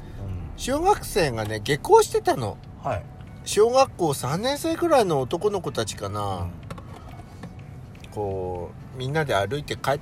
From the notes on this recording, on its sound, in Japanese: 2人組。パーキング収録。